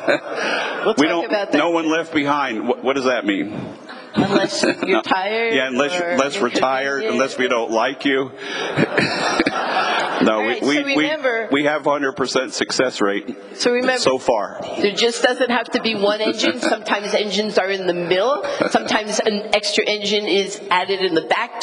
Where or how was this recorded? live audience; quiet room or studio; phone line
live audience